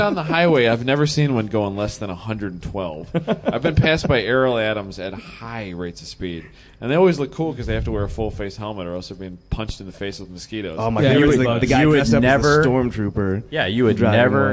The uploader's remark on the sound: LIVE at HondaMeet15 Party Barn